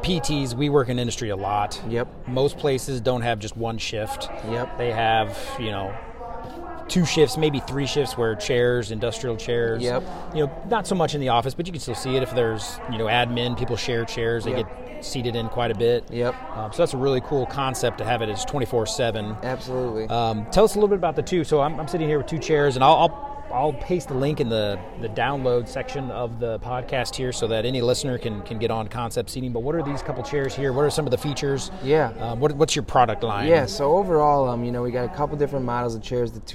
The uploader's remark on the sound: VPPPA Live Conference Podcast Interview. Broadway Ergonomics had the opportunity to participate in the Region 7 VPPPA conference this past June held in Branson, Missouri. As part of our exhibitor booth, we interviewed attendees of the conference for the podcast.